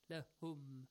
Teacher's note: So the first one is لهم ha, a soft one. Just breathe out.